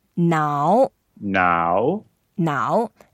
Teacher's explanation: 脑 is the third tone, so you go down first and then go up.